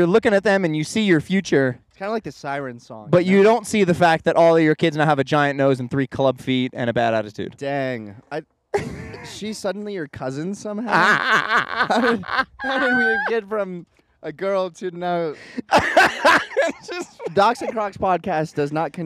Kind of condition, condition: setting, outdoors